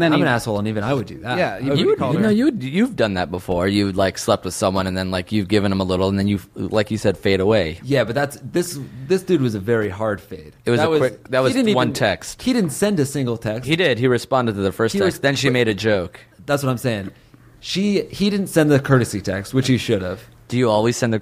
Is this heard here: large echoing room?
no